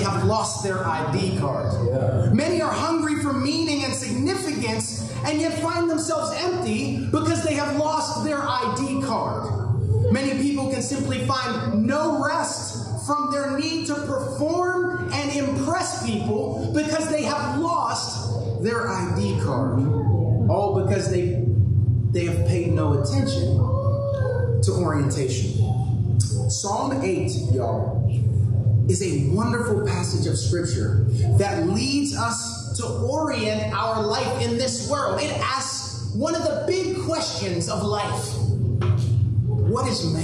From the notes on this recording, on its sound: Due to technical difficulties, the following audio has been pulled from our livestream. Expect lower audio quality.